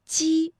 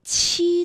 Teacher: 读七的时候会觉得要用力喷一口气 · Shown in: second take